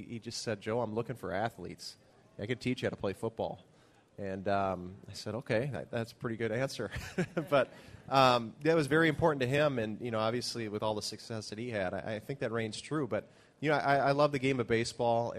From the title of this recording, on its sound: TwinsFest LIVE at Target Field